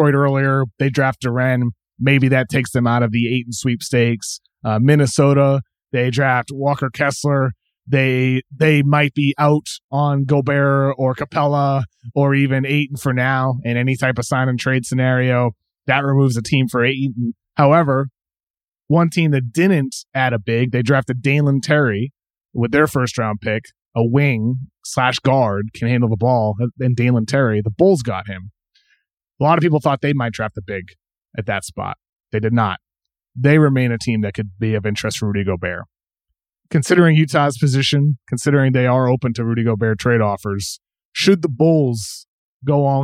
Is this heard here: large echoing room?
no